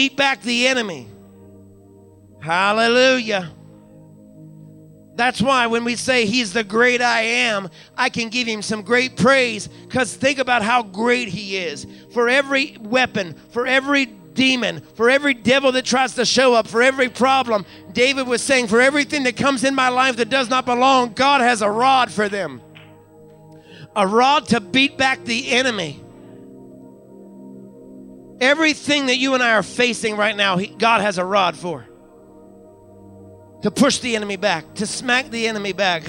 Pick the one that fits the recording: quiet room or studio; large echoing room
large echoing room